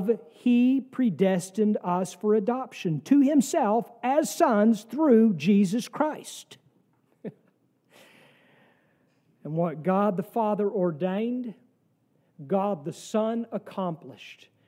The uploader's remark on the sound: sermon from our service on the second week of Advent, December 10, 2023